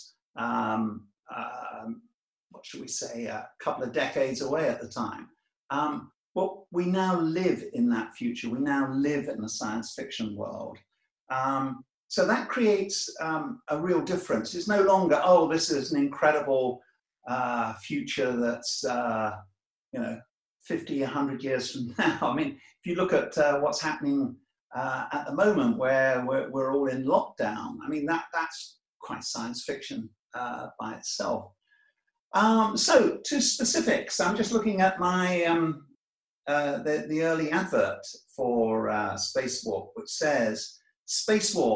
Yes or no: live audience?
no